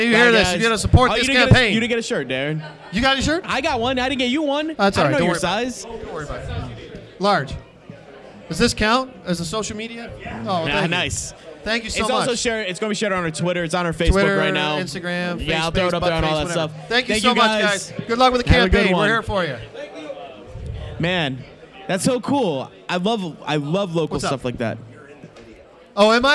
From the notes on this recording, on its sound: The second part of our live appearance from Carol and John's Comic Shop in Cleveland for FCBD 2018.